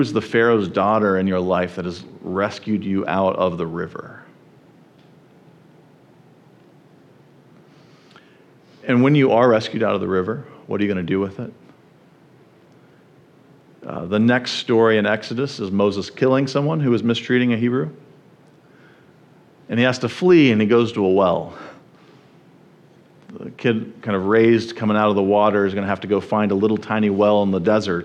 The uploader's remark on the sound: at the First Baptist Church of Jackson, MI.